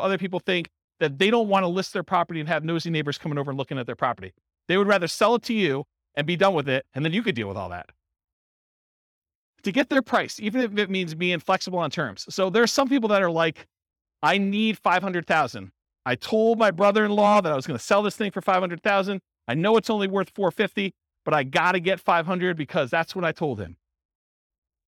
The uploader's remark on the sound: Real estate entrepreneurs in Philadelphia, Pennsylvania. This was a live class recorded to give investors a solid qualitative overview of all the different real estate investing strategies.